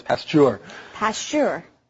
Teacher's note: the emphasis is on the second syllable, so it's Pasteur.